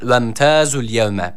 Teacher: Yani burada T harfini bir elif miktarı uzatıyoruz.